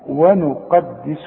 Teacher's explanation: القاف مفخمه وفي كلمه مشتركه فيها حرف مفخم والباقي حروف مرققه